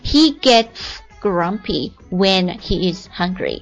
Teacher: t 和 s 放在一起呢，它类似于我们中文的 s 啊，这个平舌的 s 音